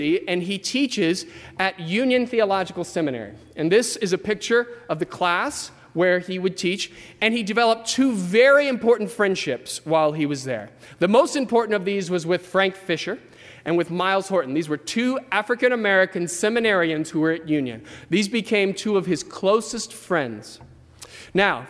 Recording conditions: large echoing room